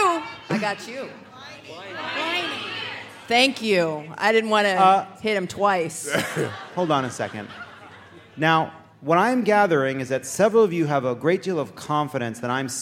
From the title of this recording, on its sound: Live from San Francisco!